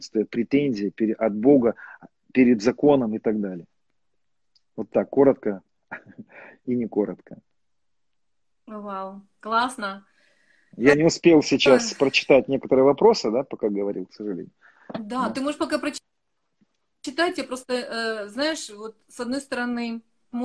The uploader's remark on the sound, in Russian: Запись первой части прямого эфира из инстаграма